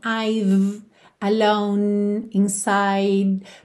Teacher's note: alone para no N, inside para no D, com a língua lá no céu da boca